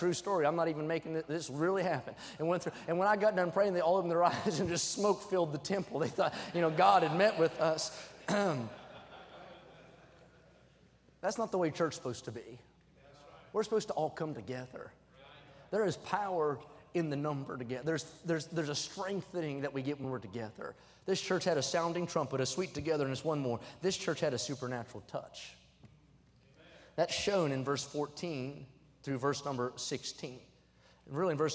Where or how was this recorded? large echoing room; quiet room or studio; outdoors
large echoing room